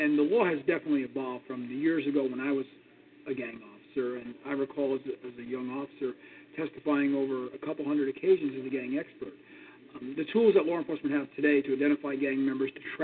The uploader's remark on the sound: your phone calls